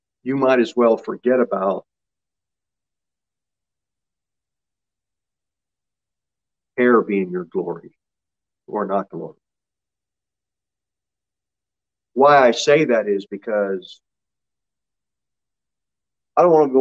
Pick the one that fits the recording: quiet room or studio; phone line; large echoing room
large echoing room